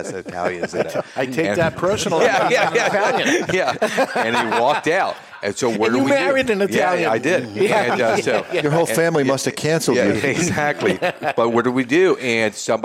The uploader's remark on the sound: This week on The Cigar Authority broadcasting live from the Toscano Sound Stage in Salem, New Hampshire... The Cigar Authority is a member of the United Podcast Network and is recorded live in front of a studio audience at Studio 21 Podcast Cafe upstairs at Two Guys Smoke Shop in Salem, NH.